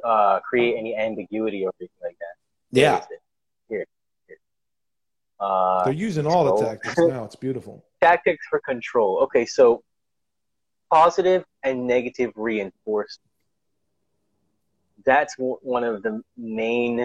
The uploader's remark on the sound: LIVE on Instagram